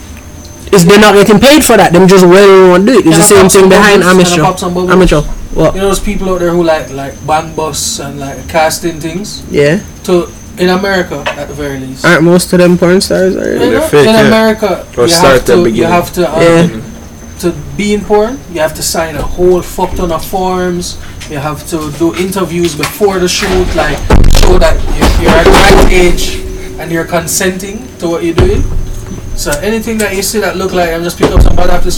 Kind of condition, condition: fault, uneven or low level